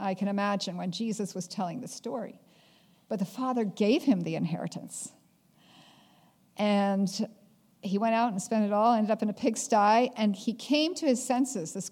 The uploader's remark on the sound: At the Ringgold Seventh-day Adventist Church.